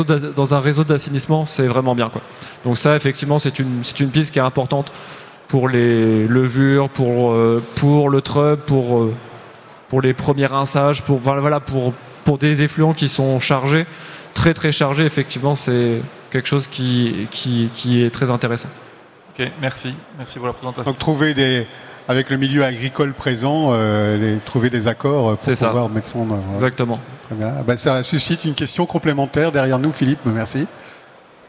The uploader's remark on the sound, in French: Conférence enregistrée le vendredi 21 octobre 2022, au Salon du Brasseur. Conférence enregistrée le vendredi 21 octobre 2022, au Salon du Brasseur.